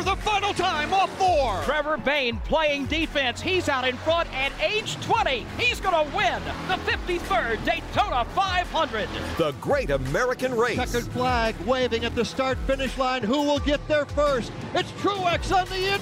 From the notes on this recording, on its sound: Live from Daytona Outback. Listen to our broadcast from Daytona Beach, Florida with the stars of NASCAR.